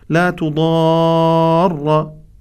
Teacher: المد اللازم بمقدار 6 حركات